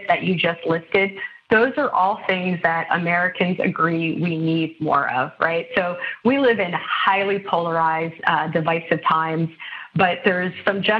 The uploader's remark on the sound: This episode was recorded via phone.